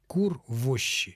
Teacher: начать нужно с того, что ударение падает на предлог